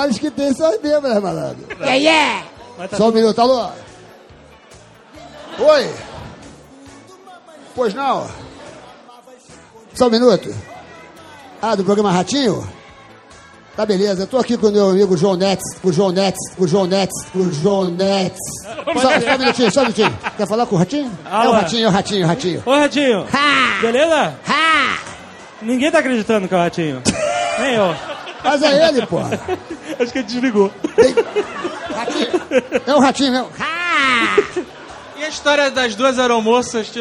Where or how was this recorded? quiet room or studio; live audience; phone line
live audience